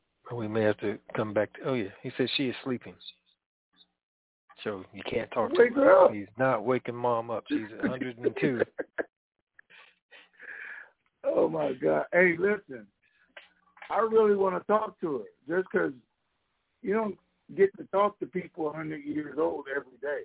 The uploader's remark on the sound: TNTSuperfantastic Conference Call